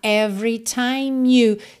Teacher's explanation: every, você não pronuncia o E do meio, então não é every, tá?